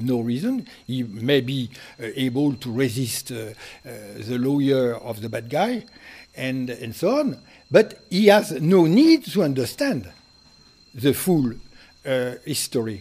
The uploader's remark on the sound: Delivered this lecture on January 16, 2019 at the University of Chicago. Which includes the Q and A session.